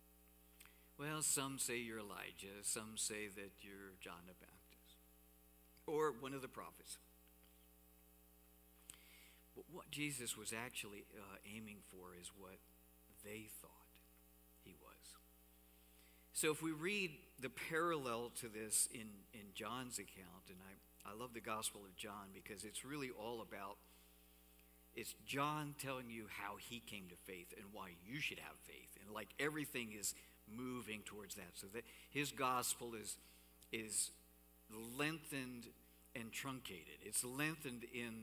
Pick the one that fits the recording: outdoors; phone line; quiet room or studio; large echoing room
large echoing room